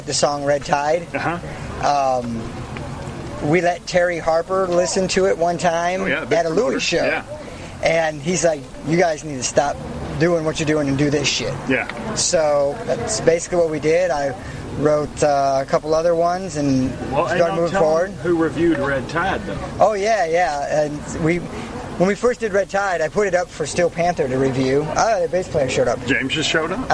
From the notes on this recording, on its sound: Special interview recorded at the massive benefit concert – featuring nine rock and metal bands. Prior to that show at Brewskees.